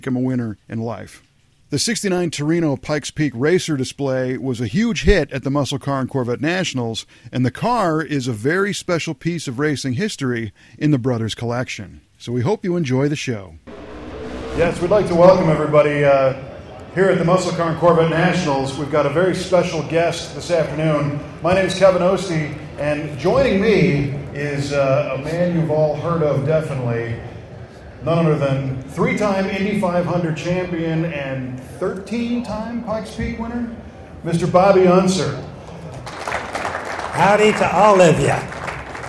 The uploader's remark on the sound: Recorded at the 2016 Muscle Car and Corvette Nationals in Chicago. This interview was a special stage presentation.